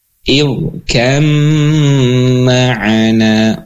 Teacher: ditahan idgham dengan gunnah memanjang itu dua harokat.